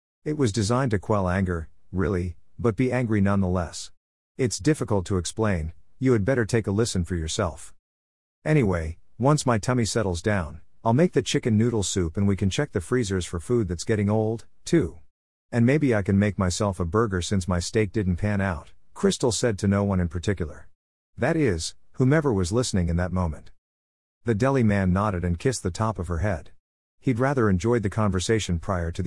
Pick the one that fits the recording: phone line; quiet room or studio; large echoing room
quiet room or studio